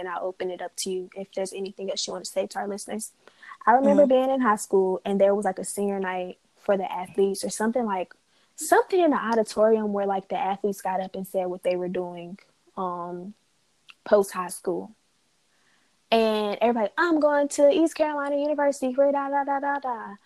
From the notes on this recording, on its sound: this episode is long & choppy because we ran into some technical difficulties